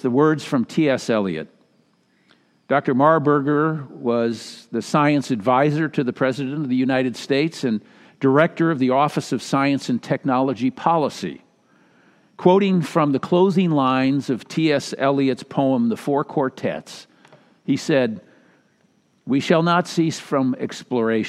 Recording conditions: live audience